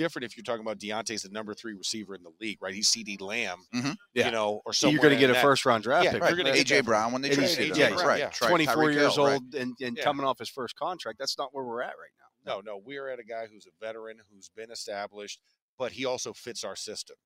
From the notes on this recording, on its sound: The Drive LIVE from the NFL Combine.